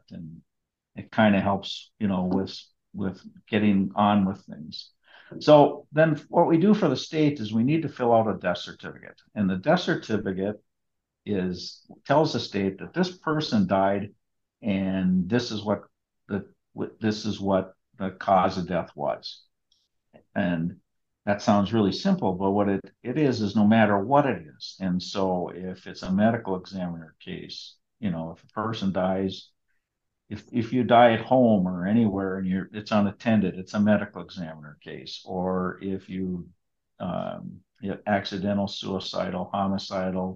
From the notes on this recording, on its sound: A Zoom sit-down conversation